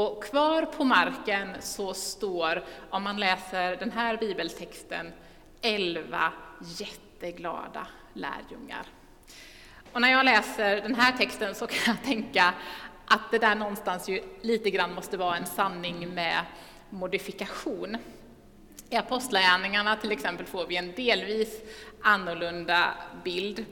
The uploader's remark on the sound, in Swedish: Inspelning från Immanuelskyrkan Skövde.